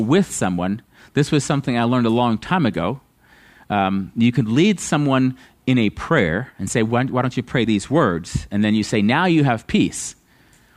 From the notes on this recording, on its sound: at Living Water Fellowship Denver's Sunday morning service on August 21st 2022